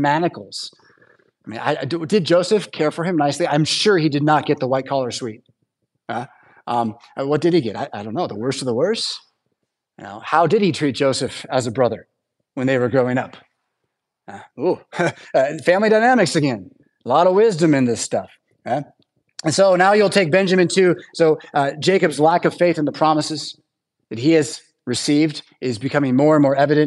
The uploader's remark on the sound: Preached at St Paul Lutheran Church , Rockford, Illinois on Sunday September 3rd, 2023